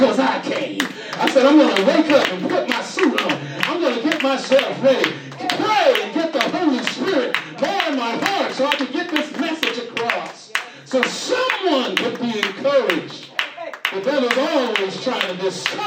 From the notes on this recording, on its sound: shared this message live on 2/11/24 at the Island Nursing and Rehab Center